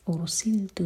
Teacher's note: رو ساکن ہیوی کیونکہ رو ساکن سے پہلے ضمہ ہے